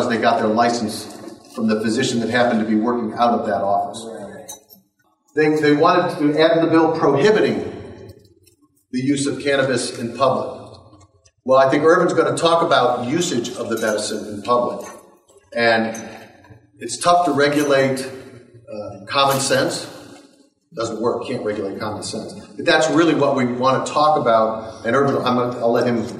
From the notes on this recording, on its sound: Here is part 1 of the audio from the Helena Montana Medical Growers Assocation Cannabis Symposium. The whole event was streamed live, and I also recorded some video.